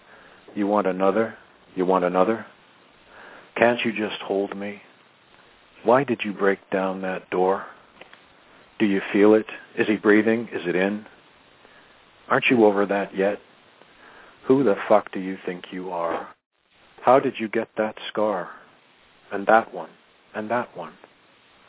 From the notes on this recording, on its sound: In this live broadcast! Called in live to read their poems.